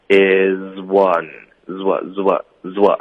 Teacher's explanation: Rachel is one of my closest friends.老师如果没讲的话，可能很多同学都不知道这个 Liz 还要进行连读呢。嗯，Yeah，很有可能 is one 听不出有 one 这个字，因为 z 的音就有点盖住了它的这个开头的 w，所以就是要练连读。